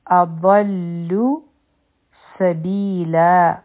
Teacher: په سین کې د سیټی آواز دی او سین نری حرف دی بی حرف مد دی او لا